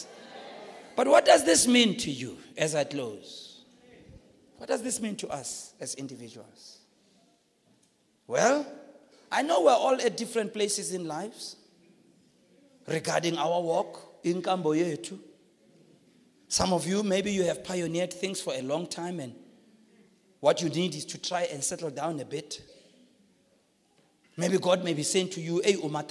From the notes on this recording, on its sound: preached at the Launch of Grace Bible Church Marikana on the 22nd of October 2017